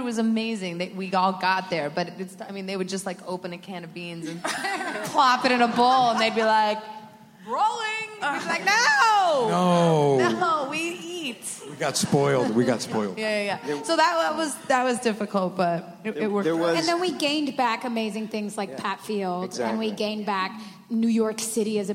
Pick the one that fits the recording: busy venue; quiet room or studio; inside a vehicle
busy venue